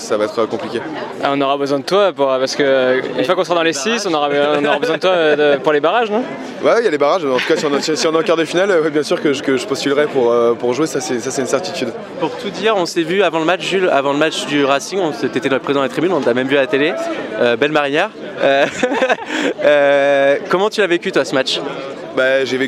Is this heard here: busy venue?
yes